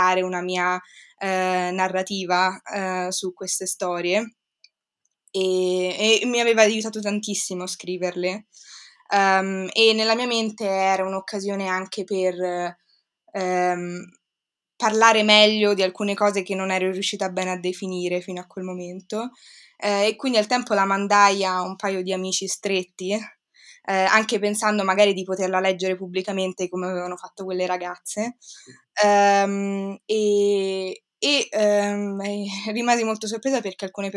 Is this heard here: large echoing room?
no